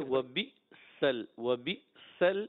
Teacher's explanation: حمزہ کو جھٹکے سے پڑھیں گے